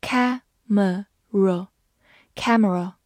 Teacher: camera 中间的呃这个音也可以省略 · IPA: [ˈkæm(ə)rə]